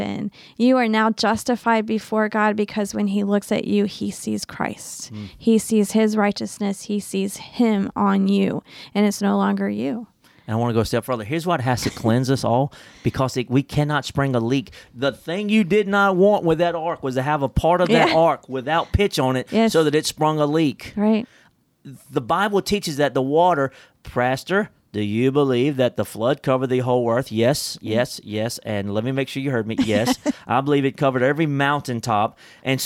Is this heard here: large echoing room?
no